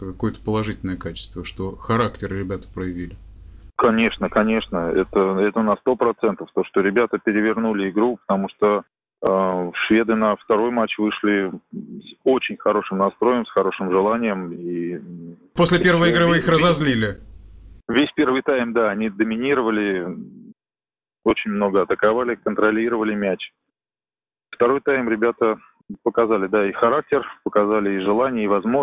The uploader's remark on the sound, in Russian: Из Швеции по телефону